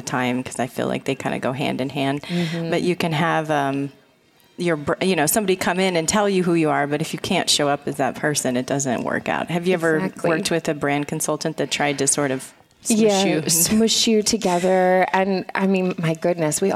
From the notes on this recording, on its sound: Live From Digital HollyWood. VoiceAmerica Live on Day 2 of our broadcasts from the Spring Digital Hollywood event with special guests and hosts on site in LA.